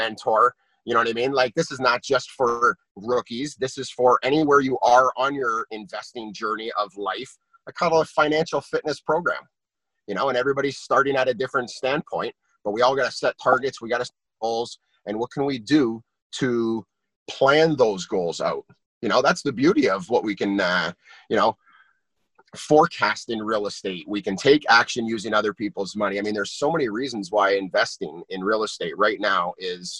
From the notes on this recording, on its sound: In this Zoom Recording